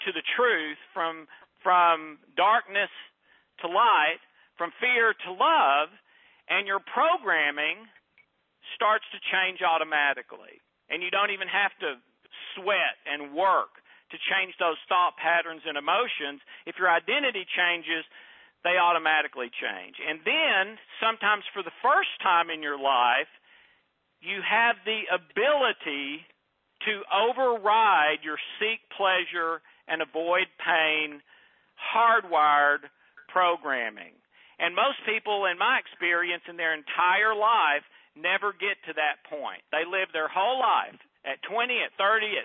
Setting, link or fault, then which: link, phone line